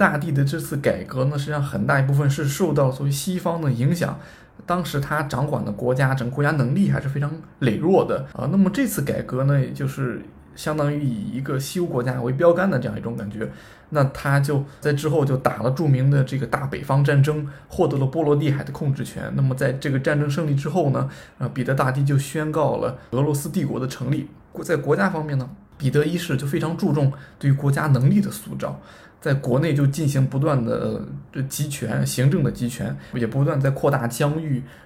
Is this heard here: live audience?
no